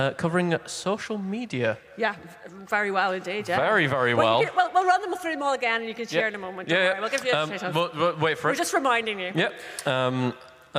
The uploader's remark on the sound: Emf2022. An audience interactive event; where willing volunteers collide with GPT-3 AI to present an informative, intellectual and light-hearted presentation to a receptive crowd.